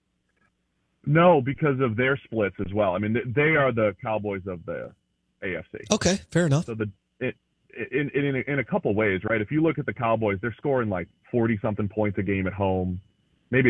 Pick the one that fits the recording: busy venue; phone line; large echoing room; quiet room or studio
phone line